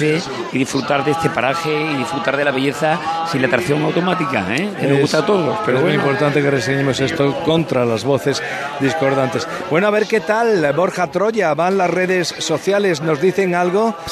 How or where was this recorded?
outdoors